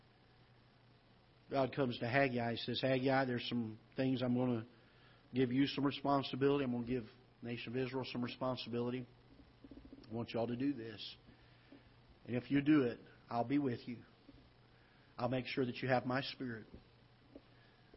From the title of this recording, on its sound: Ketha Heights Baptist Church ~ Live Broadcast